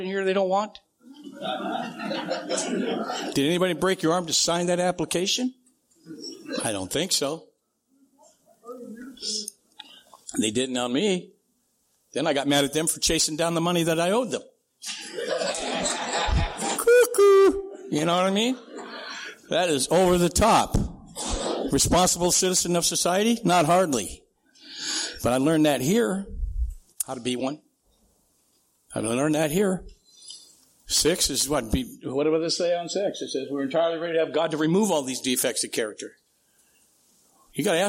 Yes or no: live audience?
yes